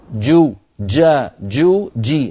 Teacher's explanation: انتبه إلى حبس الصوت في الجيم جو جا جو جي، هكذا الجيم الفصيحة صوتها محبوس